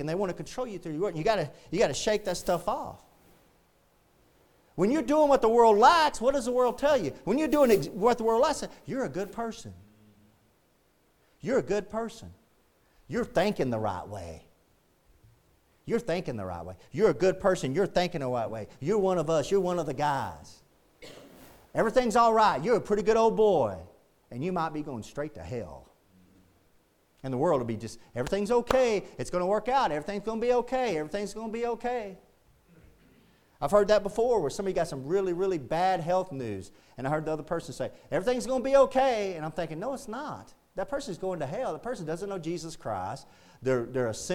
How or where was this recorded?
large echoing room